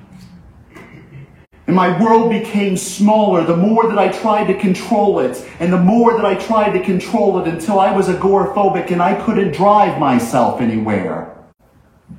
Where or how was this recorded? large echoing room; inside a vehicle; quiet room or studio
large echoing room